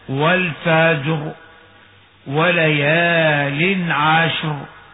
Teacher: تفخم الراء وننصر التفخيم لأنه وقع بعد فتح والسكون لا لزوم له أو لا عبرة فيه.